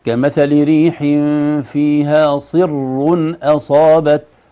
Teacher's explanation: مثل ما ينفقون في هذه الحياة الدنيا كمثل ريح فيها صر، سنجدها هذه الآية رقم 117، الآية 117، كلمة صر صاد مكسورة وراء مشددة بتنوين الضم، لو وصلنا كمثل ريح فيها صر أصابت، صر الراء مشددة ومفخمة لأنها مضمومة، لكن لو وقفنا سنقف عليها بالتدقيق، لأنها ستسكن وقبلها كسر.